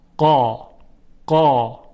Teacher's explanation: در تلفظ حرف قاف صدا کاملا توپر و حجیم هست · Term: تفخیم